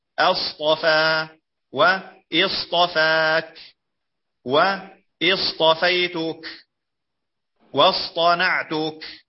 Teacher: ذكر الصاد وهو حرف صفير مهموس مطبق مستعل